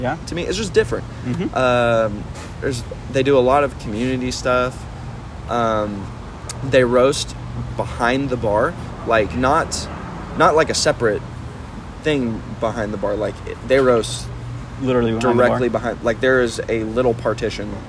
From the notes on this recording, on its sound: On a little visit to DFW the boys met up at Pax and Beneficia coffee in Irving Texas. Though some background noise.